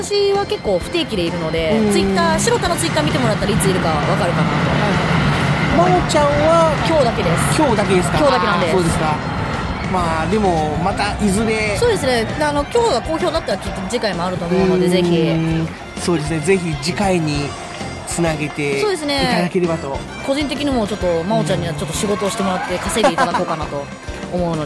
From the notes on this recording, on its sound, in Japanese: 今回は全編、野外収録特集でお送りいたします！3月22日に長野県の下條村で行われた地域活性イベント「ローカルヒーロー大激突！」。